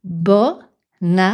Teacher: « année », le premier son, c'est un « a » qui n'est pas nasal